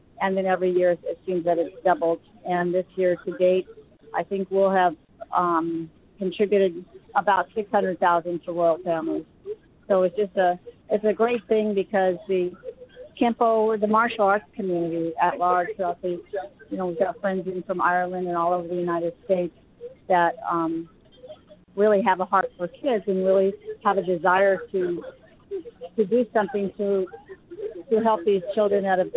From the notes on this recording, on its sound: Broadcasting live from Bob White Invitational. Broadcasting live from the Bob White Invitation tournament!